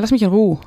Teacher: Cuando decimos las mich in Ruhe, a veces nos tragamos la E al final.